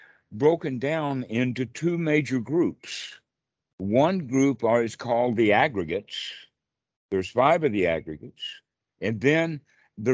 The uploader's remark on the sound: skype calls on this channel